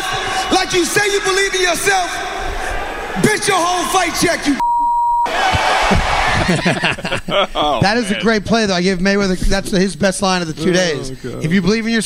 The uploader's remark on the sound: live from the Mohegan Sun